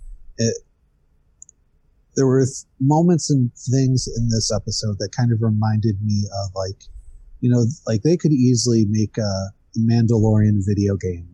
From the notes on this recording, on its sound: More Mandalorian talk among some general ramblings and technical difficulties. Join us for this pipe club style video/podcast.